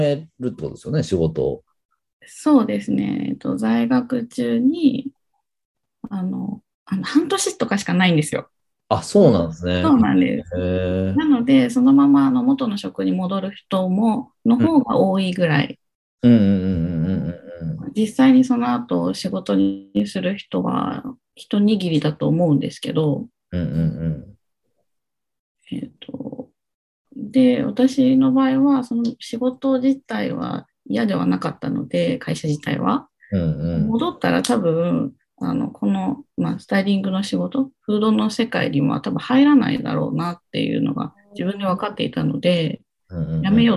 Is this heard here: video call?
yes